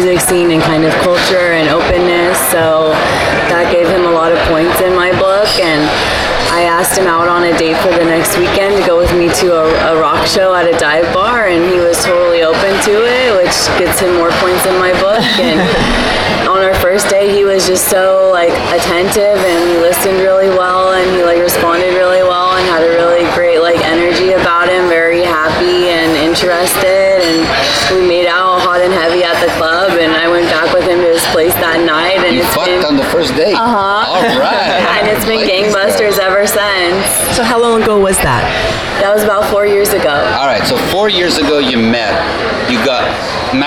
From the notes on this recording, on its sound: Still on location from Hedonism II Resort in Jamaica, during Young Swingers Week.